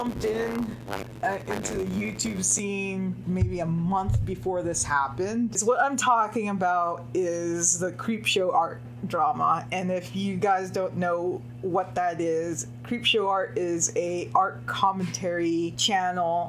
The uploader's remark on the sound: We apologize for the static in the audio.